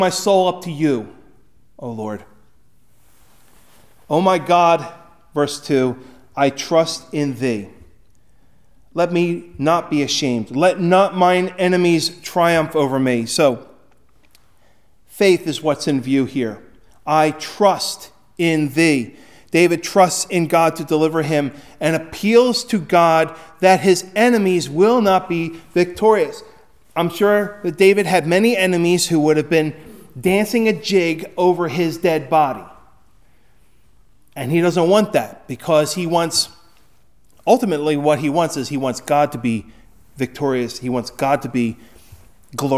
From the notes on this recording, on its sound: Recorded at Hudson UMC on February 18, 2024